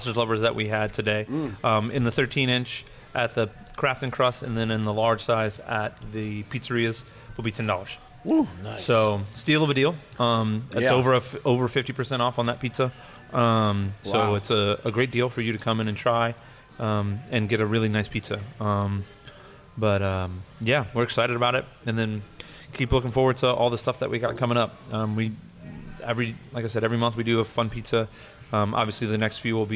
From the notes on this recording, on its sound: National Pizza & Beer Day At Rotolo's Craft & Crust. Made their way to Rotolo's Craft & CRust here in Baton Rouge.